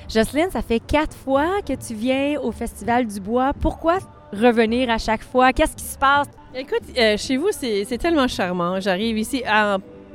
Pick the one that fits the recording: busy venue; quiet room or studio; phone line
busy venue